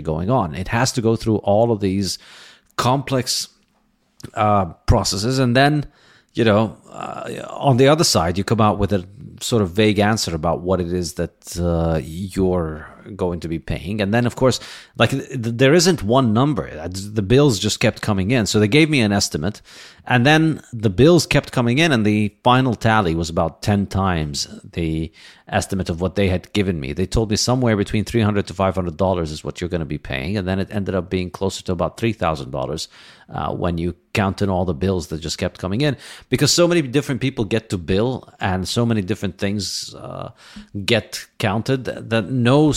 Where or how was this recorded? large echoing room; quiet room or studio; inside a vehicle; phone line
quiet room or studio